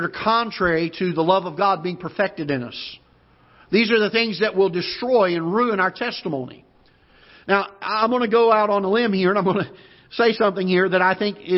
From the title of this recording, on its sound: Ketha Heights Baptist Church ~ Live Broadcast